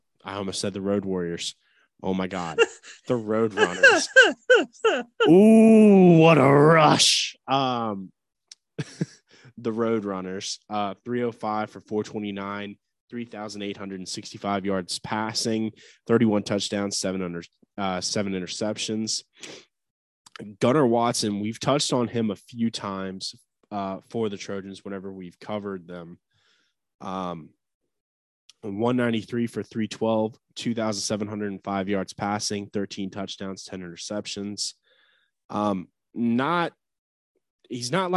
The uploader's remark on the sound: talk smack from a Zoom call